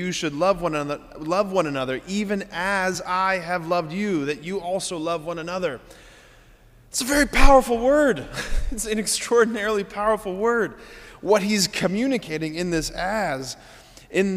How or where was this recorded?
large echoing room